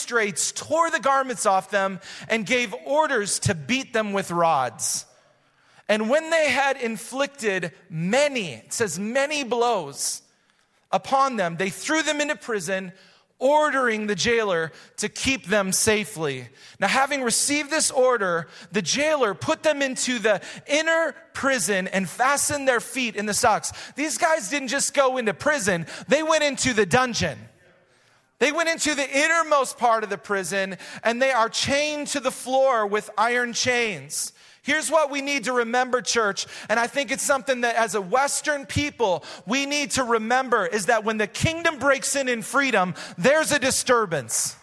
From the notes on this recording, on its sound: Recorded live at Hope Church in Springfield, Mo.